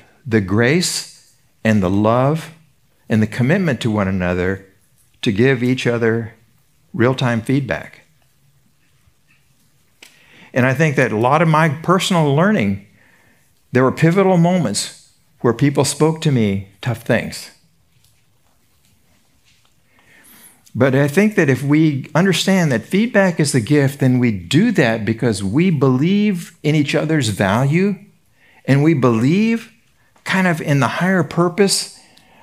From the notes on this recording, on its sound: Recorded at Seabreeze Church